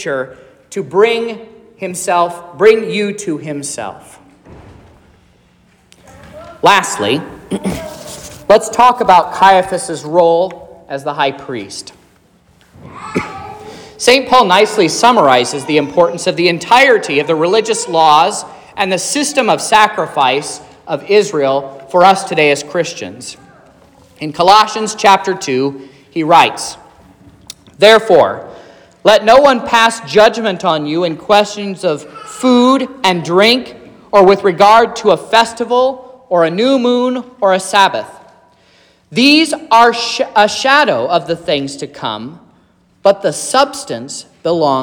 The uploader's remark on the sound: This is the sermon preached at Trinity Lutheran Church in Vallonia, Indiana, on Wednesday, March 15th, 2023